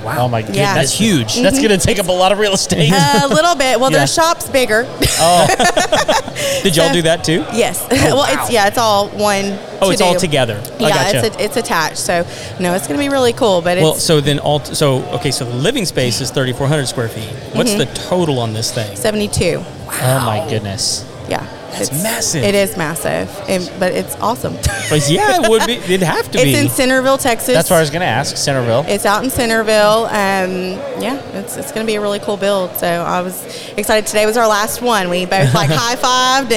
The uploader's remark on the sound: Live at Rowdy’s in Spring, TX for The Contractors Network event. This is a monthly event held on the third Thursday of every month.